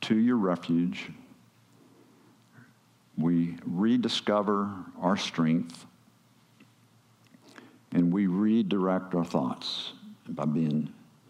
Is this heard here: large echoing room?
yes